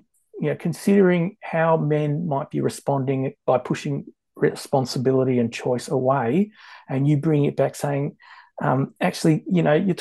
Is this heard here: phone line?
no